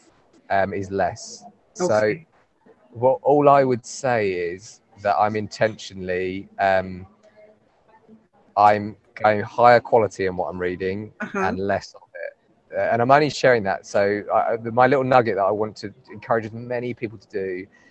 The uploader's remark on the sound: live and direct from this years CIPD conference in my home town of Manchester